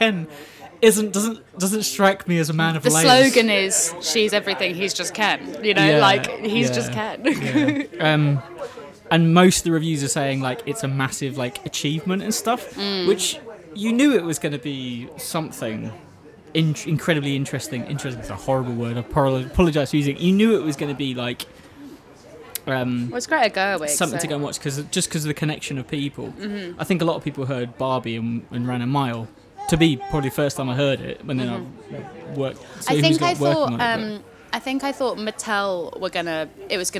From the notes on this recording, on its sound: drinking IPA in a pub in Surbiton